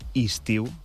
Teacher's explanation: per això diem istiu, en comptes d'una E i una I, doncs fem dues Is